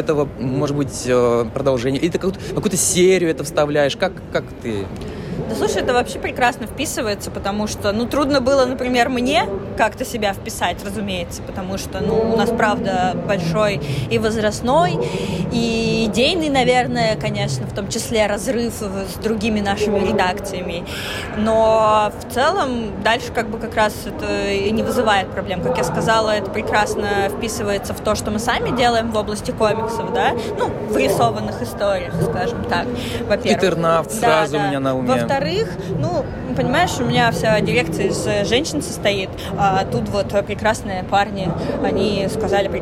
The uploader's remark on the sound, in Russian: Мы представляем вниманию слушателей очередной «полевой» подкаст. На сей раз он записан под гул книжной ярмарки non/fictio№24 в Гостином дворе.